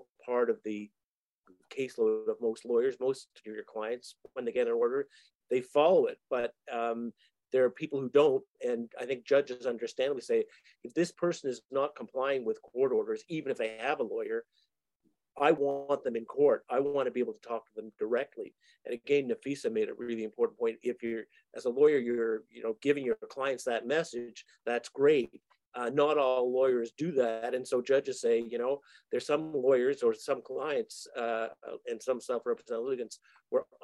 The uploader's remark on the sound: 5 hour virtual event, the panel of Ontario family lawyers hosted a live town hall for legal professionals and members of the public.